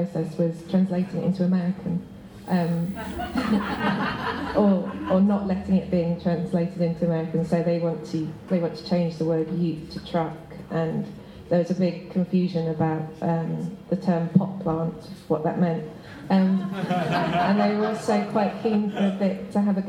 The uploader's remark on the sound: Q&A at the Millennium Library. Post-reading discussion.